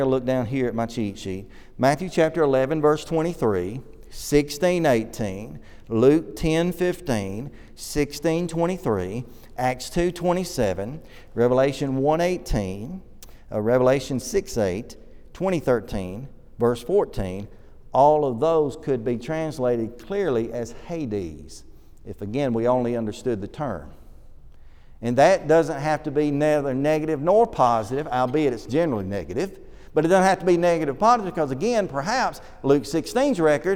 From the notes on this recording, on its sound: This lesson was delivered at the Oneonta church of Christ during their summer series